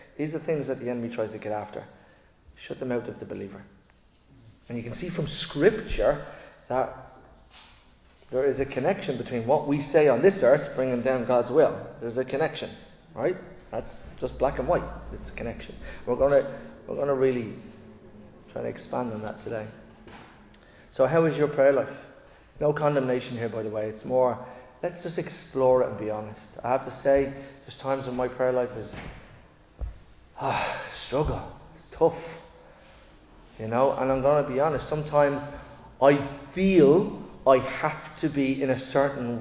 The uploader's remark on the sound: Recorded live in Liberty Church on 28 January 2024